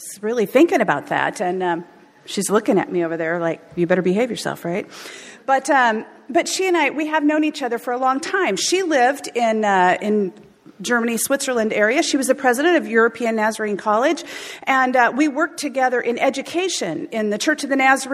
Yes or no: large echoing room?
yes